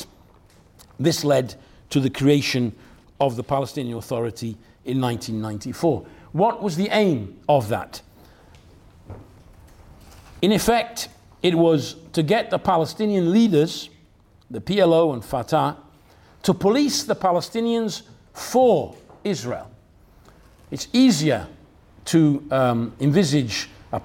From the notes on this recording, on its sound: talk from Revolution Festival 2019